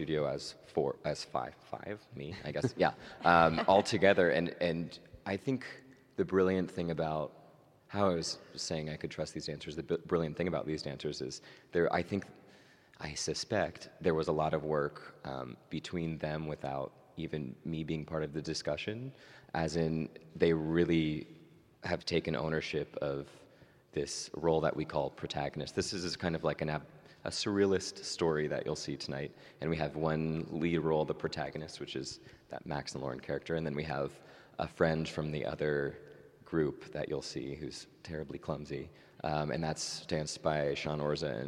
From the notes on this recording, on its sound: LIVE from San Francisco Ballet’s Unbound Festival.